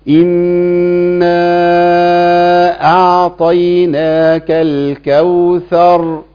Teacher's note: يبقى نفخم الراء لأن الراء إيه؟ تخينة كده مفخمة